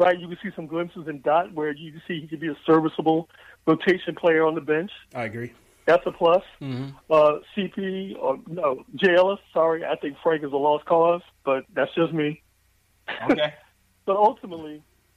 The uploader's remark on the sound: take live phone calls from fans around the world